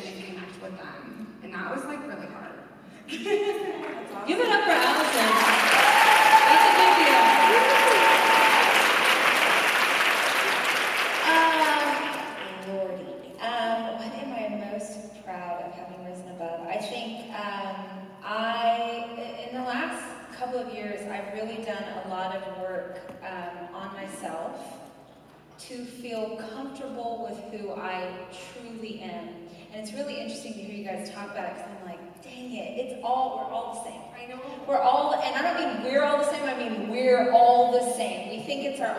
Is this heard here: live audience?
yes